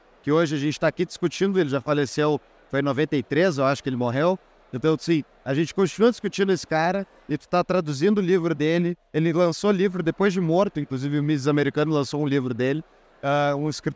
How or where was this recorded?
busy venue